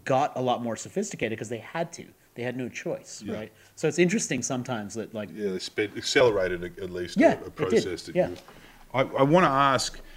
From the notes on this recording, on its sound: (Live from SXSW Sydney). Live again from the inaugural South by Southwest Sydney festival of tech and culture, The Betoota Advocate talks to the type of unconventional expert that you can only hear speak at events like this.